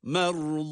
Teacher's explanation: ra kalın, zât harfi de kalın